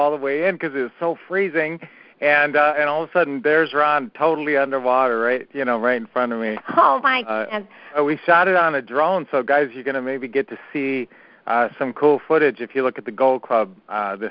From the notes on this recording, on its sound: Q&A Call.